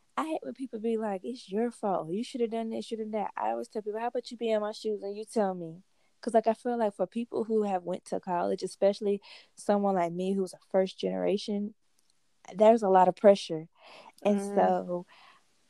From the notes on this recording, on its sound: this episode is long & choppy because we ran into some technical difficulties